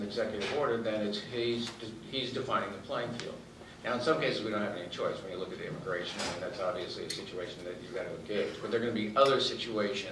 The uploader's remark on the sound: Addresses The Ripon Society's 5th Annual Symposium At Mount Vernon on Feb 22, 2015